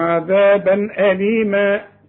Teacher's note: تنوين بعد همزة ما تغنش، إظهار الهمزة من حروف الإظهار.